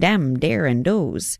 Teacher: Wisconsin and the UP definitely share key features, like the long O, saying dem, dare, and doze.